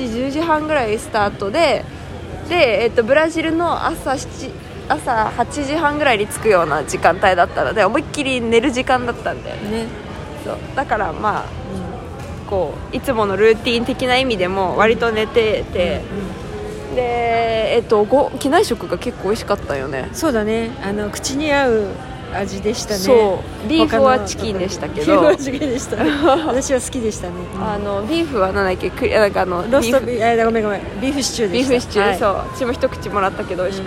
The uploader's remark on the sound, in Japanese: 日本への道中、乗り継ぎをしたアメリカテキサス州のヒューストン空港で収録しました！